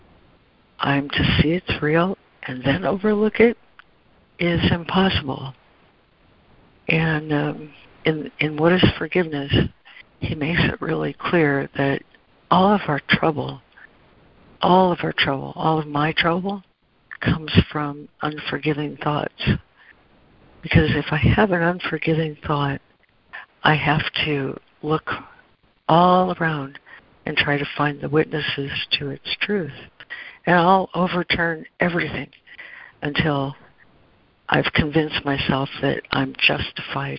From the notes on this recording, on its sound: ACIM Daily Conference Call